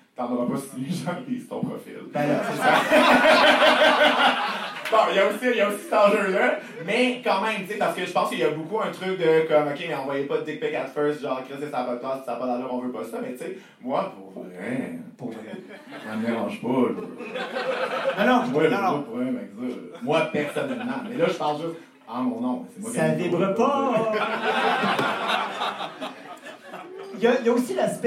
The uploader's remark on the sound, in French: notre enregistrement live devant pubis